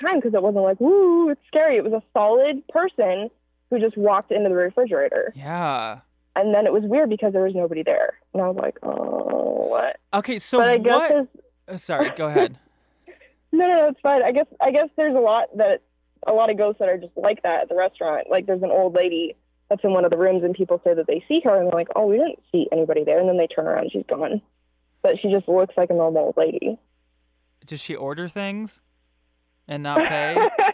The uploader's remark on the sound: Listener Phone Call Extravaganza!